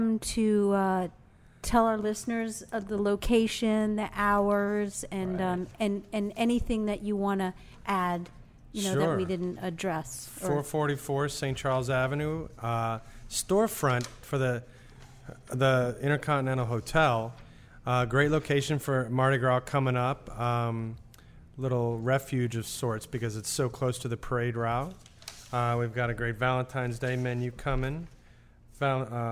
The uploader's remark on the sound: This episode of Midnight Menu 1 was recorded at the NOLA Brewing Tap Room.